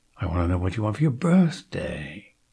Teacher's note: I might very well spend twice as long on that single word birthday than on all 9 of the unstressed words. · Term: operative word